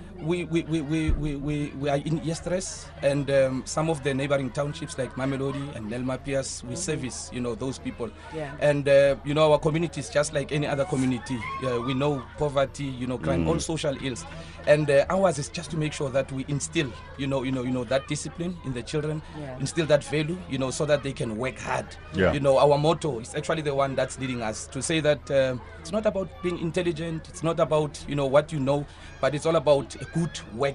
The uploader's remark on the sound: TODAY’S BACK TO SCHOOL OUTSIDE BROADCAST. Live from FOURIE PRIMARY SCHOOL.